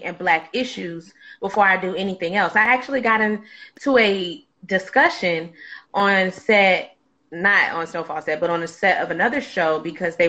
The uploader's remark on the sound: a special Instagram Live #WFH edition